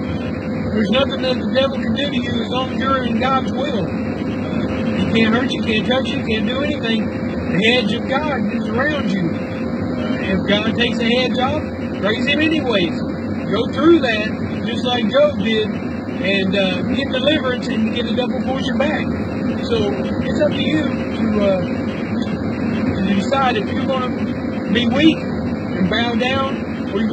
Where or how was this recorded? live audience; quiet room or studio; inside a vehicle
inside a vehicle